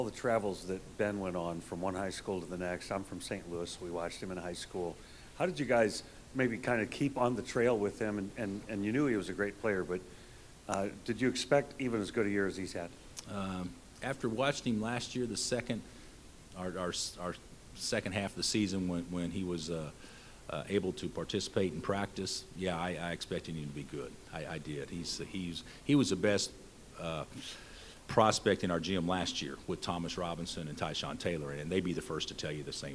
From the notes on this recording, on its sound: Press Conferences & Post-Game Interviews.